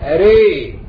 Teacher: فكلمة راء قرأت بالإمالة ري